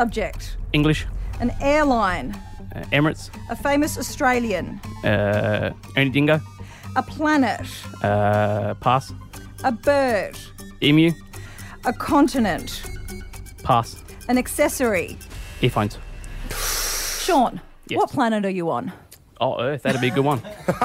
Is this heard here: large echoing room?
no